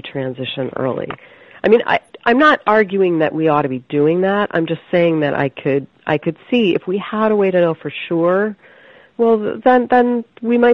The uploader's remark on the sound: I spoke with her over the phone from her home in Philadelphia.